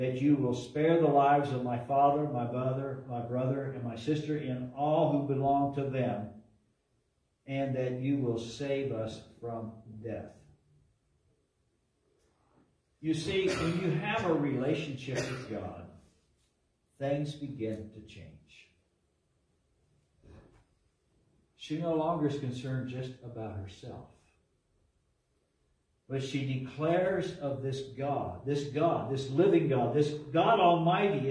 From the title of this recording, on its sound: LIVE from Calvary